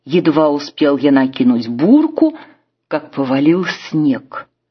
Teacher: для обычного предложения повествовательного типа характерна восходящая интонация в середине предложения и нисходящая в конце